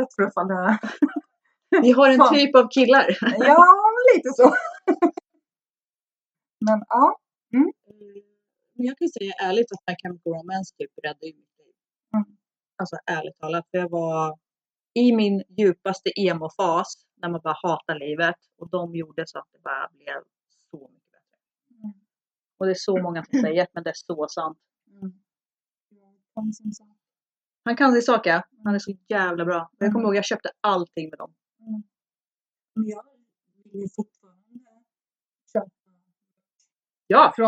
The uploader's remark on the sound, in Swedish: Svajig ljudkvalité